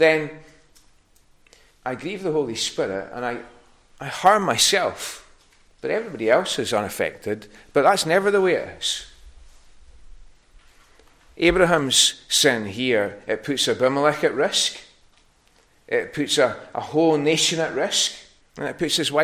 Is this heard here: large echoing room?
yes